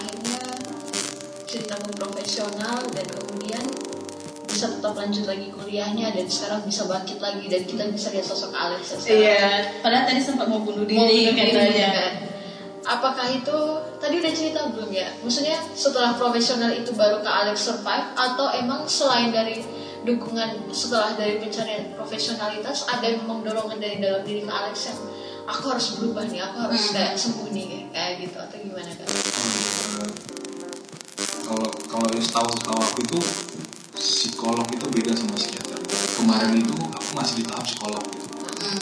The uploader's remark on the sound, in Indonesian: Rekaman podcast ini sedikit trouble secara teknis